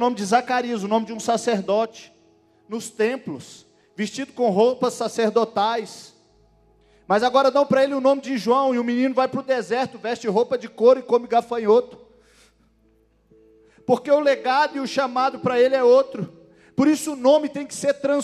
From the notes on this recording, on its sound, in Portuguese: Gravado em: 01 de Fevereiro de 2020 no culto de celebração na Igreja Batista da Paz em BH